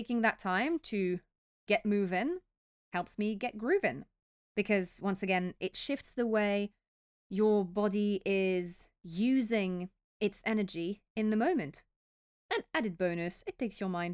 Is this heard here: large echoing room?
no